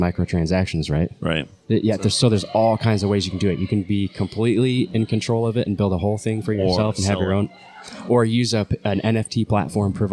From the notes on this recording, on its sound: This is a unique podcast we did it live at Embassy Coffee Shop.